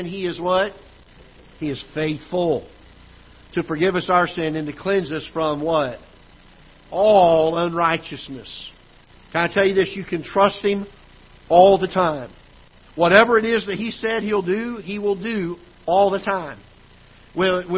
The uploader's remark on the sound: Ketha Heights Baptist Church ~ Live Broadcast